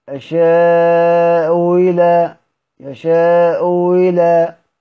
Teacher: التسهيل بين الهمزة والياء